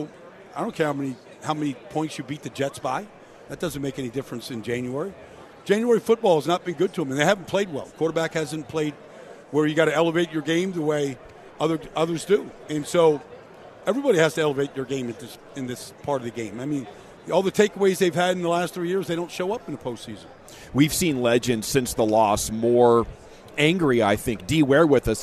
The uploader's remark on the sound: live from Super Bowl Radio Row